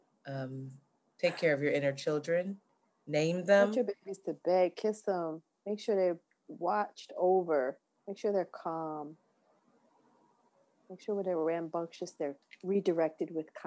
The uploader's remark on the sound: We experienced technical difficulties and had to use zoom audio